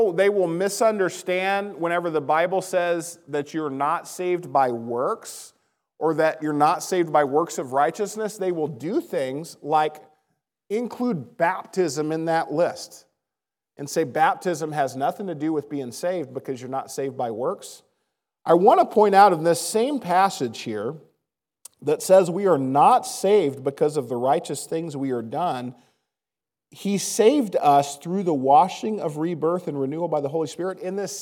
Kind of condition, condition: setting, large echoing room